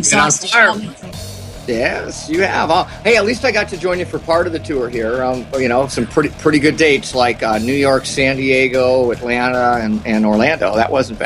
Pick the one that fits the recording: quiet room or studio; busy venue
busy venue